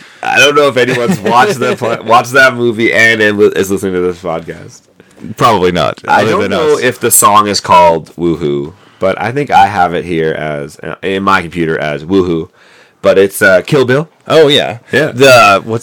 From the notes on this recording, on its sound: Excuse the less than average sound quality in this one as we were super excited about our new mics and might have rushed the recording a bit.